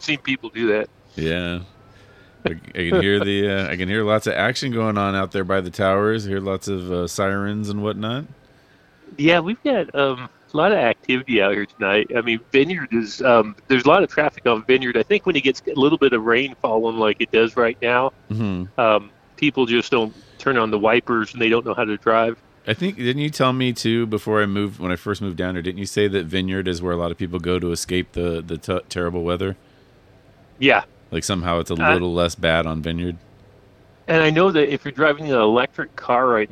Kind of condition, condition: setting, outdoors